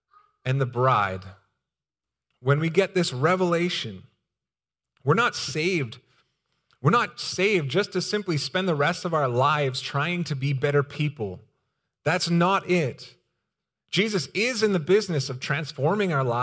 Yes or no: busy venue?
no